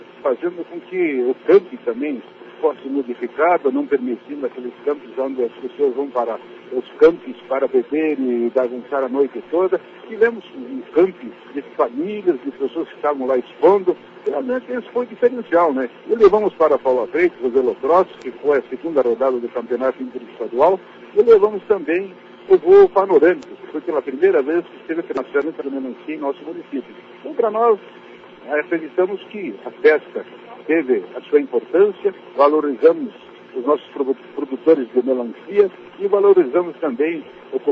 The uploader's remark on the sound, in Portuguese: ao vivo da Festa da Uva em Bituruna